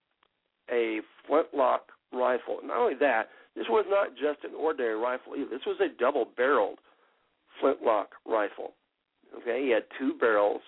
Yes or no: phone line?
yes